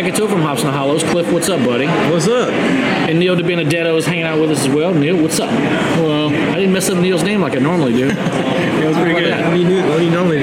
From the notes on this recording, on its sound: at the Gulf Coast Beer & Bacon Festival in Gulfport, Mississippi.